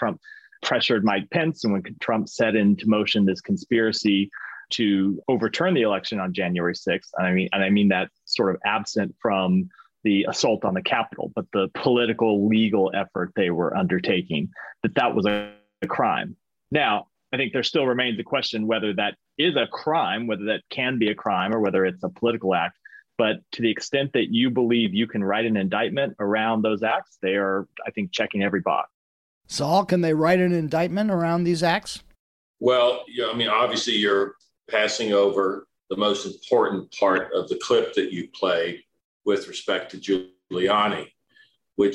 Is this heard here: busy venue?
no